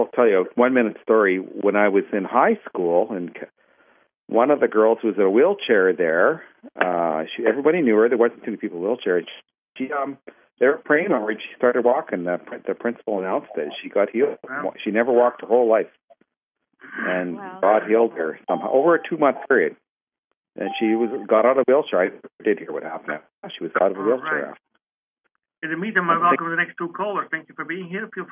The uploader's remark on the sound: Conference Call LIVE.